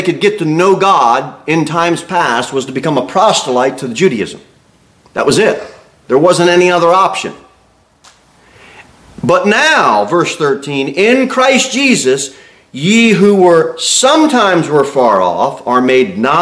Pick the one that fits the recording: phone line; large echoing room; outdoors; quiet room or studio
large echoing room